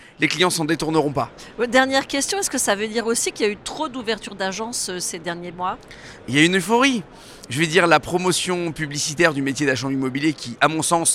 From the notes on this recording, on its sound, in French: Cet épisolde a été enregistré en live du Salon RENT.